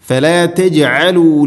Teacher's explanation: ഫലാ തജ് ജീമിനെ കേൾക്കണം, കലക്കല ചെയ്യണം.